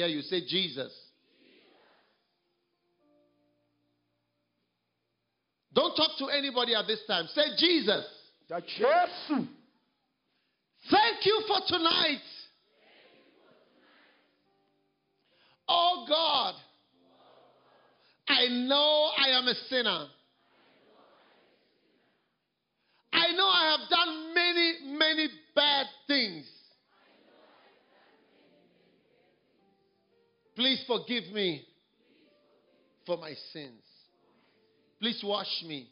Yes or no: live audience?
yes